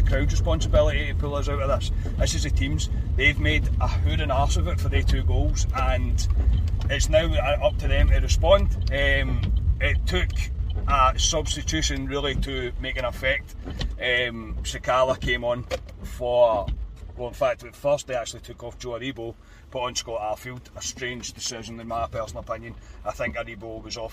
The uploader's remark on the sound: Our reaction from the car after Rangers drop more points at home.